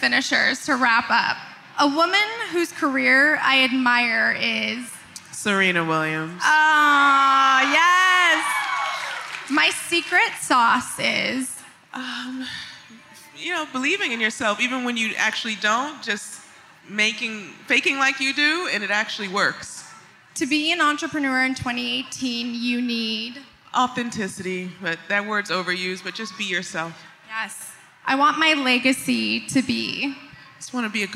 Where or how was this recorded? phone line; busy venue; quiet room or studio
busy venue